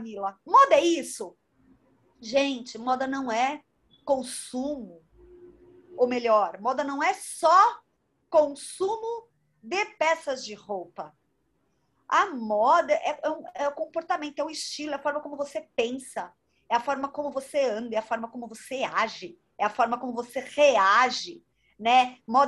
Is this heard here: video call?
yes